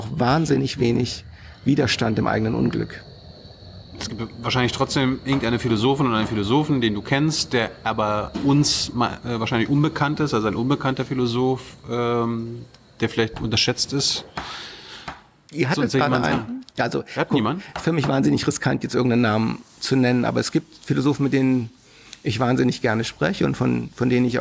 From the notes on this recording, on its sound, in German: in der Berliner Buchhandlung Ocelot aufgezeichnet